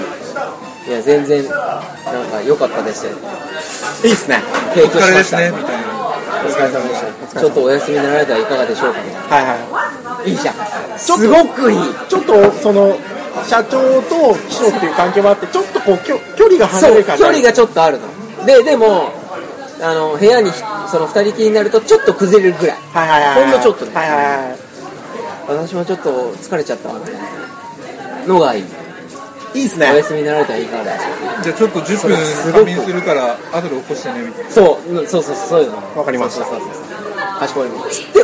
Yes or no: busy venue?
yes